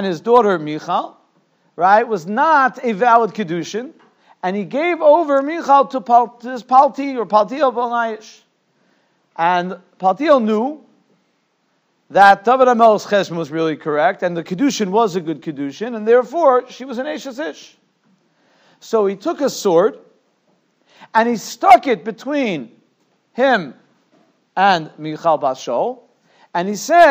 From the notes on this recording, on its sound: Shiur recorded in Yeshivas Ohr Reuven, Monsey, NY.